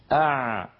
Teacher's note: لما يرجع لسان المزمار يتضيق المخرج فيخرج صوت العين الفصيحة سواء كان ساكنا أو متحركا